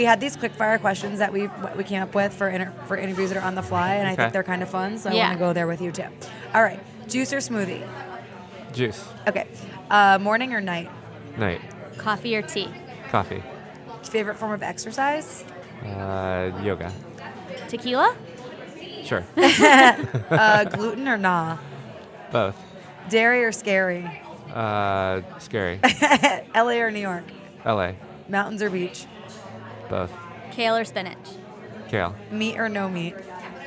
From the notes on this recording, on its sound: go on location at their favorite Los Angeles plant based food mecca, Cafe Gratitude